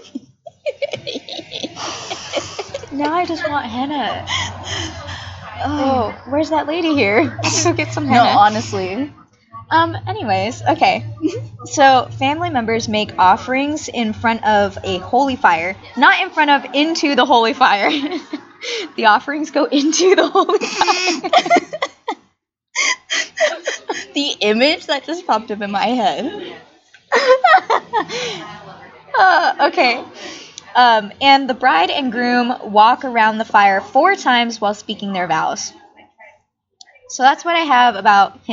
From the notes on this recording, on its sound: We apologize ahead of time for the quality of the audio and amount of background noise!